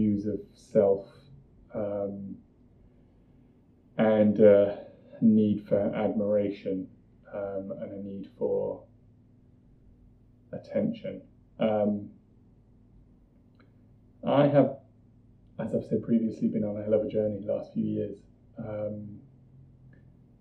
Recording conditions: poor sound quality